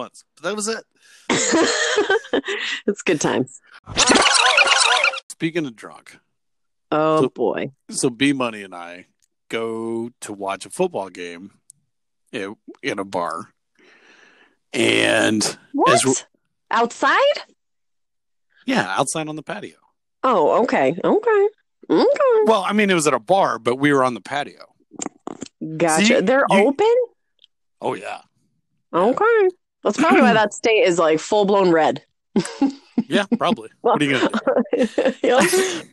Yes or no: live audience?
no